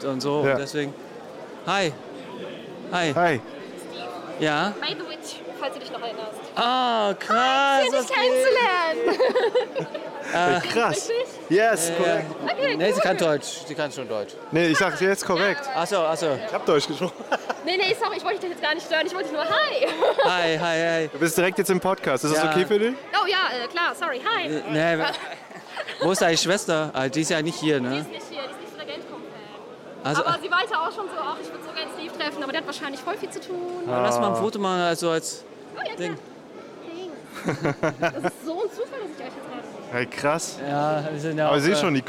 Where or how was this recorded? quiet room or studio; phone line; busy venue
busy venue